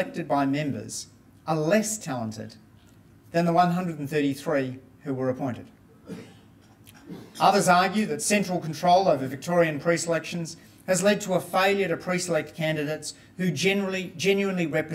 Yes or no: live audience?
yes